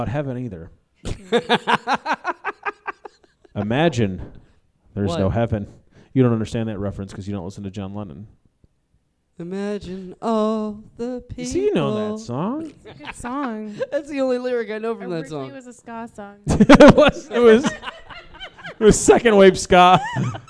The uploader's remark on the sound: Live at The Wonderland Ballroom. Washington, D.C.